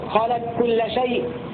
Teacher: قال بعد ذلك: وفي الكاف قاف وهو في القاف أدخلا، أي أن القاف تدغم في الكاف والكاف تدغم في القاف